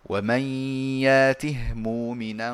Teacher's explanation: السوسي وحده هو الذي يسكن الهاء من يأته · Term: بالإسكان